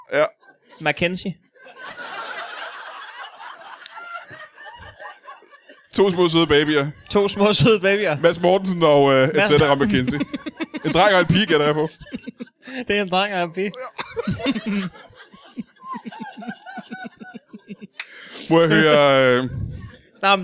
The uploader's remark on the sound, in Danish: LIVE fra Odsherred.